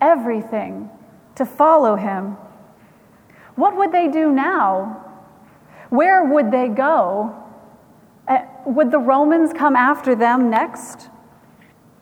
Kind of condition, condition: setting, large echoing room